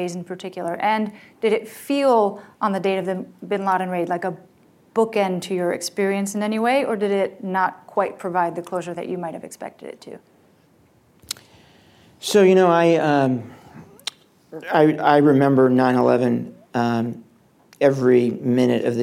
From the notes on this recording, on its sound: Live Taping. Hayden Center for Intelligence, Policy, and International Security at George Mason University’s Schar School of Policy & Government.